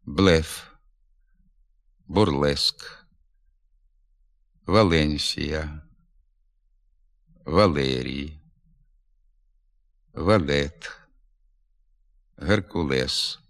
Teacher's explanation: У словах іншомовного походження, а також у власних особових іменах, прізвищах та географічних назвах перед «е» вимовляється лише м'якший варіант нем'якого «л». Тобто звук середній між твердим і м'яким.